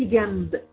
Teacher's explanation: ما نطقتيش النون خالص، قلت جنب، رحت جايبه الميم وجبت الباء · Term: الاقلاب